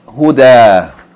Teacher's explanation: if we stop or pause on it, instead of pronouncing it Hudan, we're going to pronounce it Huda.